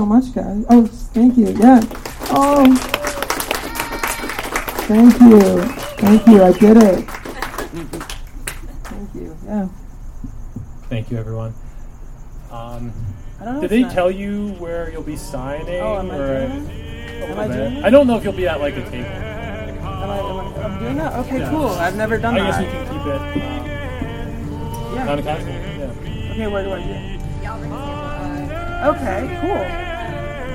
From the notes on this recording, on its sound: Recorded at Stories Bookstore in Echo Park